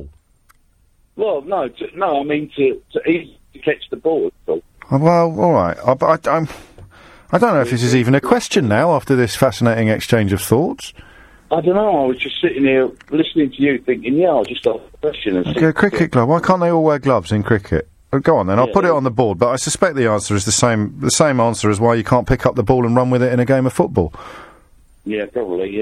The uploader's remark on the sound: phone-in show